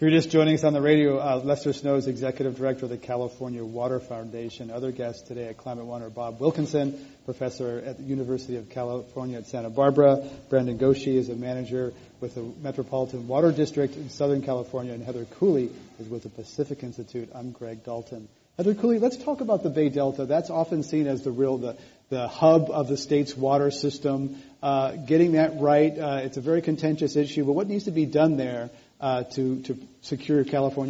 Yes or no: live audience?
yes